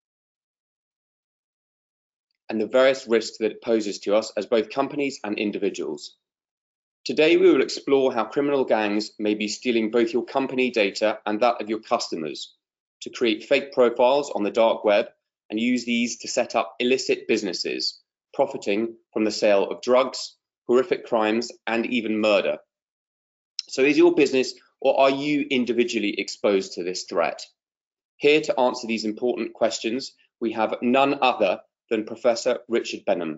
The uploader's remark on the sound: a recording of a recent webinar we held in partnership with Acuris Risk Intelligence and the Capital Club Dubai